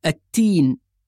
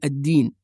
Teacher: يحول الدال إلى تاء فيقول التين بدل الدين · Shown in: first take